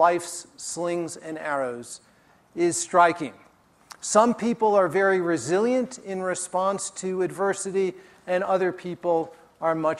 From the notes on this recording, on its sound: during his talk at the Festival